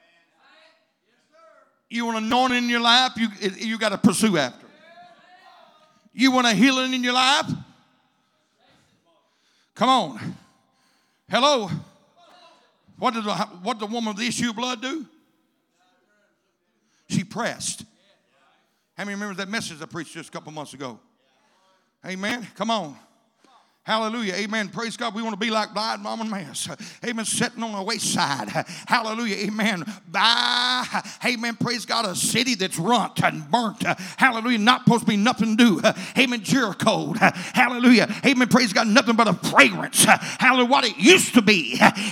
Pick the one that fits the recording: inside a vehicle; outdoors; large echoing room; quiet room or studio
large echoing room